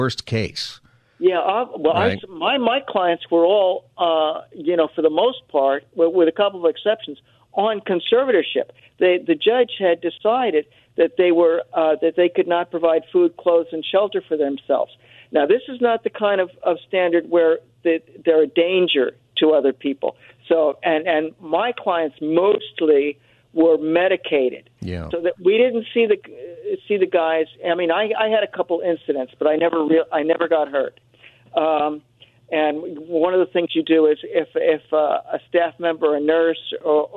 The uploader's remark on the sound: Open Phone Friday Continues! Giving listeners the chance to speak on any topic!